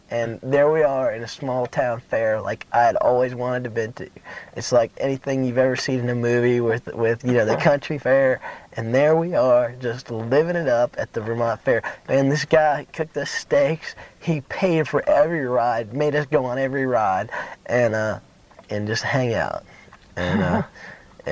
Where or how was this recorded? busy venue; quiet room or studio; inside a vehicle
inside a vehicle